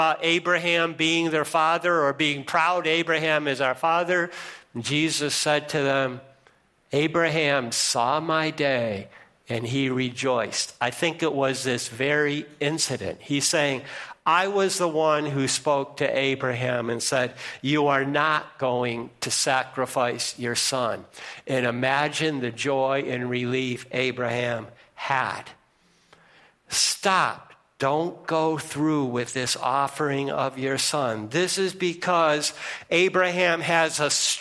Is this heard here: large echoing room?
yes